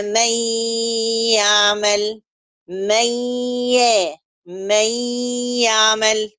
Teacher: يبقى عندك الإدغام عن خطوتين، تحويل النون ياء وإدغام الياء في الياء